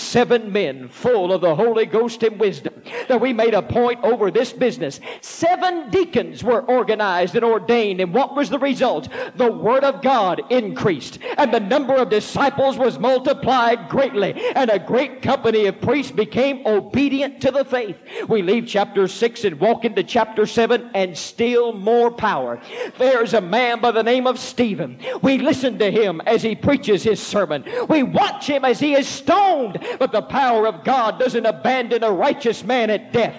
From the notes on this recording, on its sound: This powerful sermon was preached at the Mississippi Church of God Camp Meeting in March 1989.